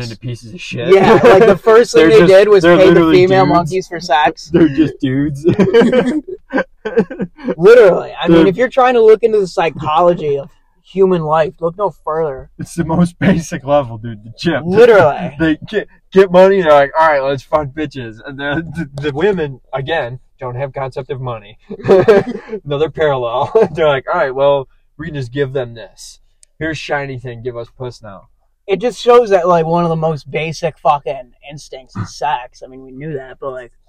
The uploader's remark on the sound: Sorry the audio quality is shit